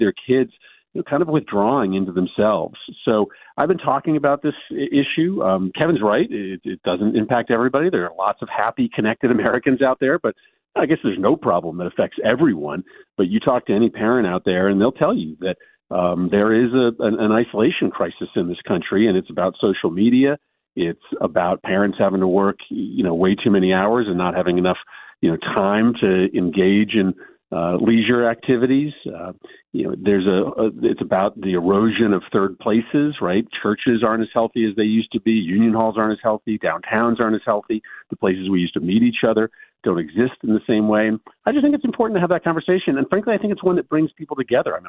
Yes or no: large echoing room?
no